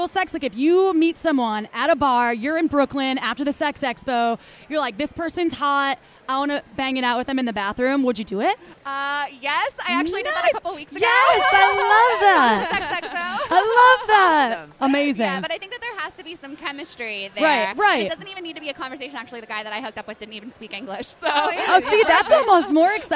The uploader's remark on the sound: Recorded on stage during Brooklyn's Sex Expo. We apologize if it sounds like we were yelling; we were right next to the Sybian sex machine, so it was a bit loud.